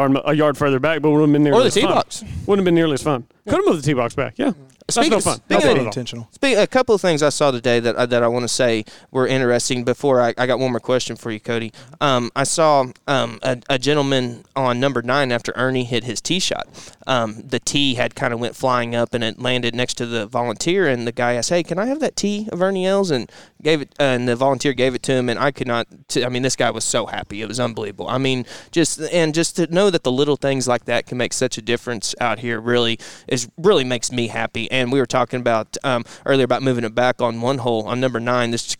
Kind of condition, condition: setting, busy venue